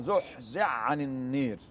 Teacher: وهذا من قبيل إدغام المتجانسين لأن العين والحاء من جنس واحد، وليس في القرآن إدغام في مثل في العين في الحاء إلا في هذا الموضع فقط، وإن اجتمعت أو وقعت في مواضع أخرى على نفس الصورة لكن لها لا تدغم وإنما تدغم في هذا الموضع فقط.